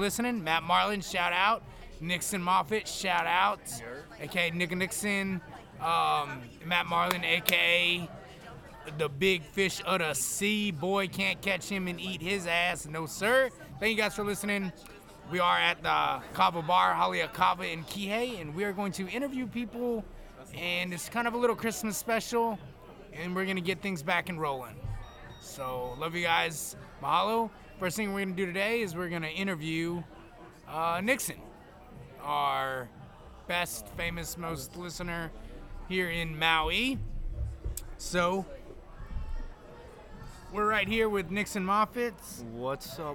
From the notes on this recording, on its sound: After a long sabbatical we bring you an interesting episode recorded at at Kava Bar (Haleakava), where are the Lahaina people come for relaxation, fun and fellowship. Please excuse the background noise and live band...